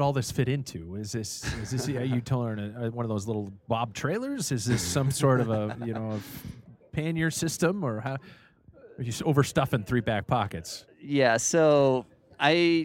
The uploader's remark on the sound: Live at Bennidito's Pizza in Spokane, WA.